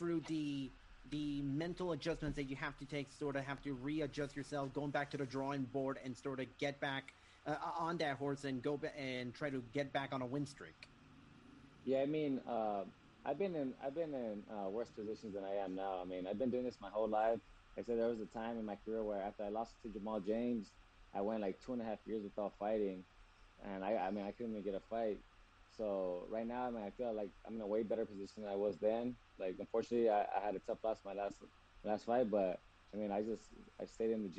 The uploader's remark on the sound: Media Conference